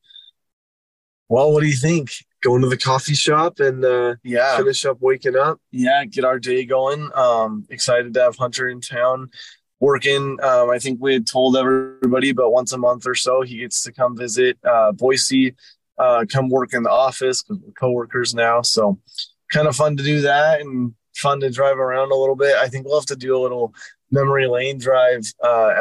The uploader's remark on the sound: The boys take you behind the wheel for episode 147 as they take a driving tour around Boise, Idaho.